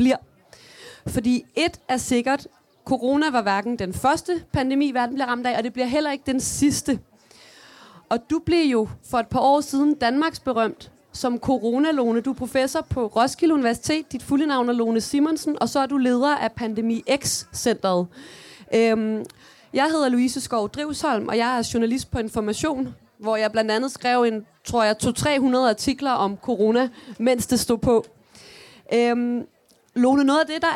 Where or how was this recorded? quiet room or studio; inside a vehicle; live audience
live audience